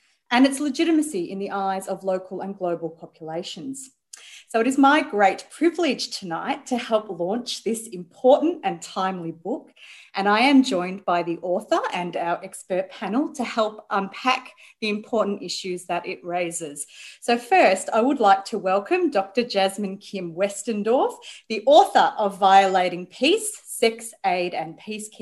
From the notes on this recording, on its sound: Recorded live as a webinar on 24th November 2020.